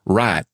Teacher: you'll tend to hear the word right with a monophthong, with one vowel. People say right instead of right.